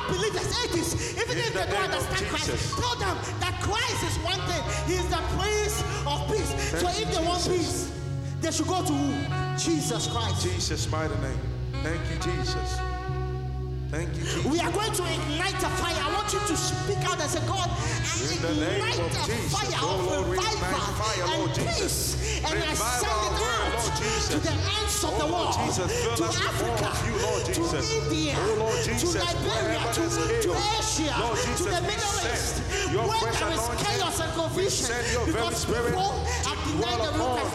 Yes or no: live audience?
yes